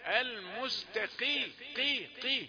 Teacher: هي قاف وهي في الدرجة الخامسة من التفخيم